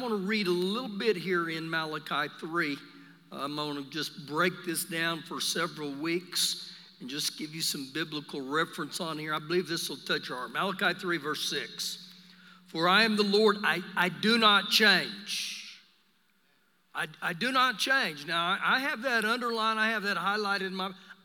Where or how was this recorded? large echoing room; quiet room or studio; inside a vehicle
large echoing room